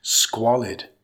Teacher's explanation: Emphasize the first syllable, it's pronounced squalid.